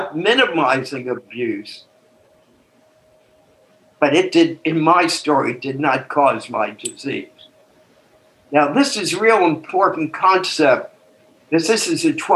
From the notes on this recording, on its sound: took us on a zoom journey